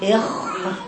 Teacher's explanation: تطول تجر الصوت، في صوت زي الشخير كده، إخراج وتعمل الصوت كده خطأ، هي فيها رخاء ولكن ليه جرين صوت وليست صوت منفر.